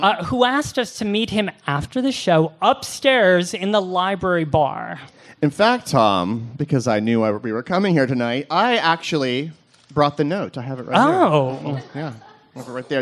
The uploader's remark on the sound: A live recording of our last show at the storied venue, recorded on Halloween night 2019. ALIVE at Joe's Pub. We’re presenting to you a live recording of our last show at the storied venue, recorded on Halloween night 2019.